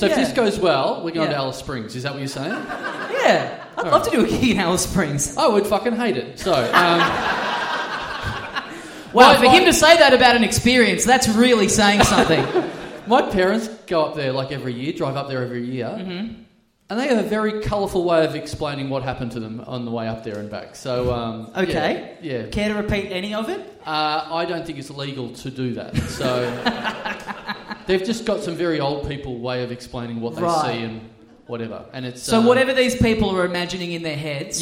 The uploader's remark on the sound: Big live podcast and stand-up show.